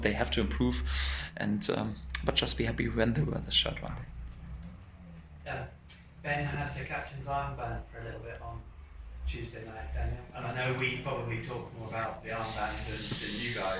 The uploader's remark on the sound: full pre-match press conference, speaking to the gathered media at the Lotus Training Centre in Colney